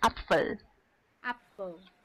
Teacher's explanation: 这个 L 是舌尖轻抵上齿龈